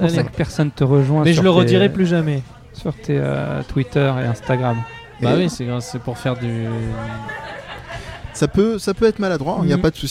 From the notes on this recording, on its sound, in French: Live au Take Away. En plus l'émission est en mode micro ouvert donc on est pas à l'abri que des auditeurs ou de parfaits inconnus viennent papoter avec nous ! Restaurant où nous avons enregistrés cette émission.